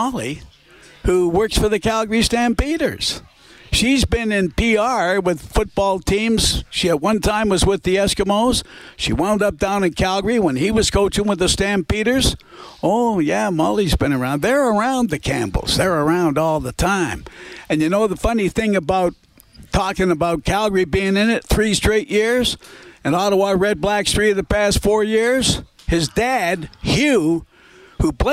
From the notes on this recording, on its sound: Broadcasts live from the 630 CHED Information Centre at the 2018 Grey Cup Festival for his annual preview show.